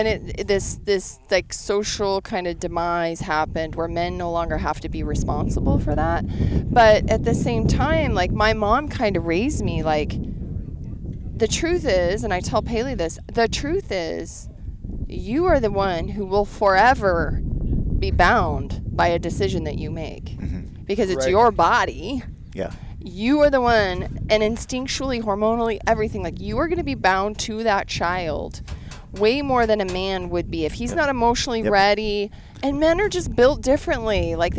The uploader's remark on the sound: In this episode recorded at the Western Hunting Summit 2023.